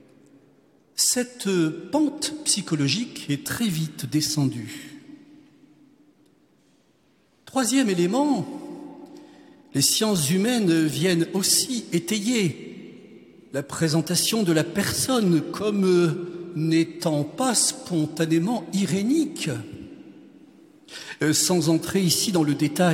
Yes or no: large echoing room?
yes